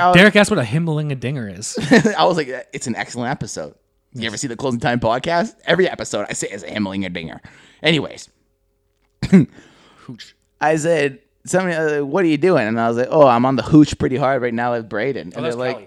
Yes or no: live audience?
no